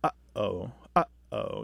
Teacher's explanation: we do this glottal stop, we kind of restrict the airflow in the back of our throat